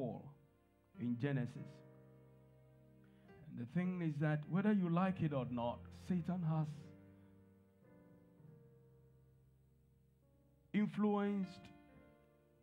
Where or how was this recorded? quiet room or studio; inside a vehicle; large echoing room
large echoing room